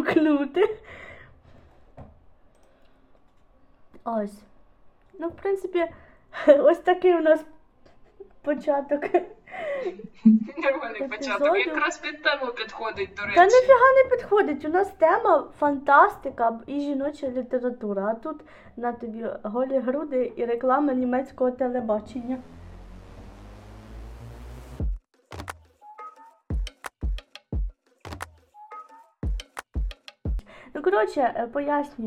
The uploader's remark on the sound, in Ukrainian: замість мікро записувала звук на відро, тому звук такий чудовий, далі буде якісний